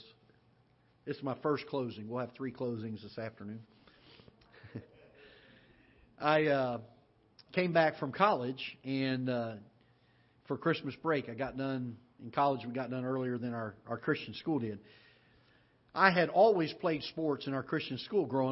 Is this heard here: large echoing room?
yes